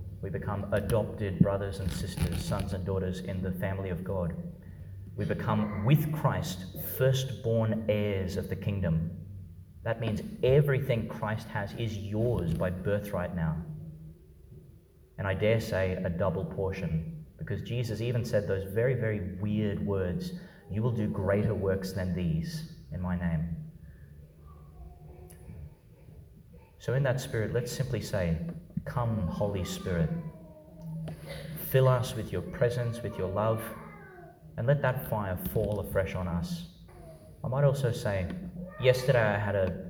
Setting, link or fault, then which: setting, large echoing room